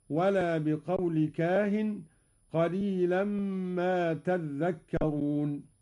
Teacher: قرأ قالون بتشديد الذال، هكذا ولا بقول كاهن قليلا ما تذكرون.